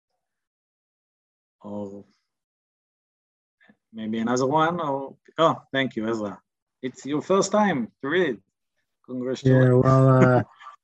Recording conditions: video call